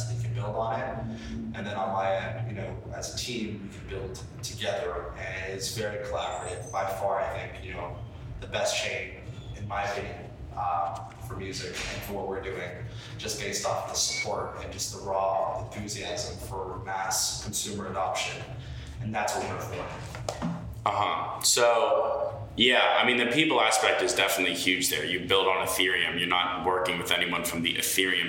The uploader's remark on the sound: We recorded this live in Brooklyn during NFT.NYC and unfortunately, I didn’t have my full mic set up, so the audio isn’t perfect.